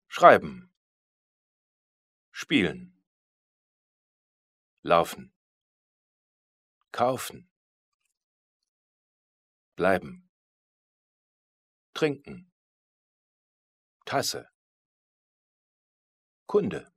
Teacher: In der Alltagssprache spricht man das unbetonte E in Endsilben oft gar nicht. Schreiben. Spielen.